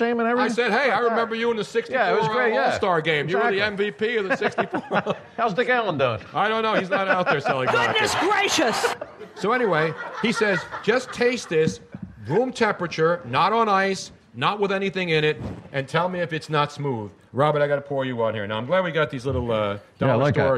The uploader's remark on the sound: Another great crowd and fun night on the Podcast. Was upset with the slow internet.